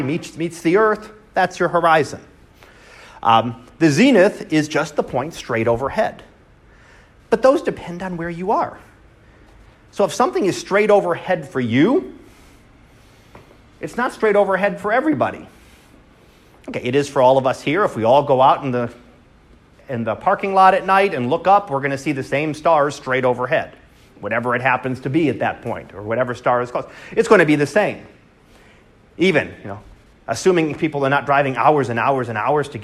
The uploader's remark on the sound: Live Class Lecture